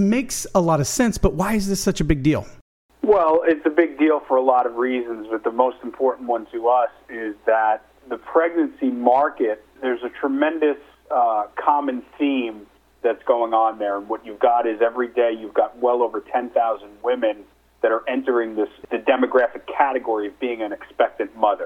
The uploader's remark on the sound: called in to SmallCapVoice.